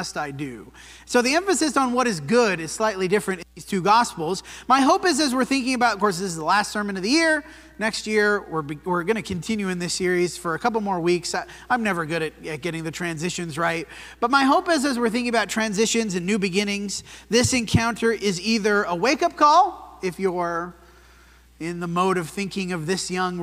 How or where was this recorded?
large echoing room